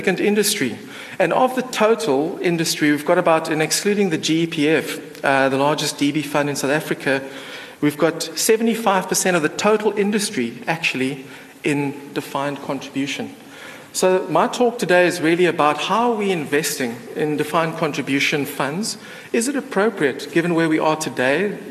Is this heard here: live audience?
yes